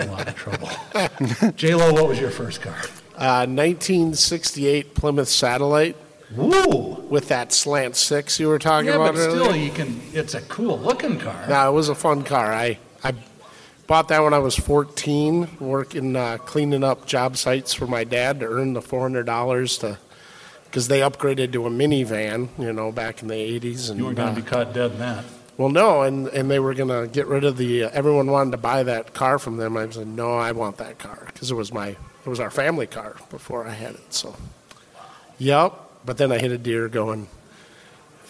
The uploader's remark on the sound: Live From the Auto Show. We do our first ever live remote from the Twin Cities auto show.